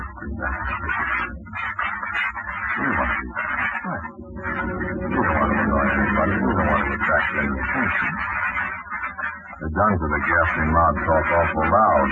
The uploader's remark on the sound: Audio is poor, even after some noise canceling. It degrades in the middle.